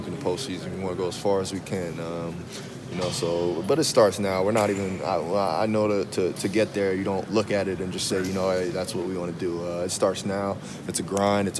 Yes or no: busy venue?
yes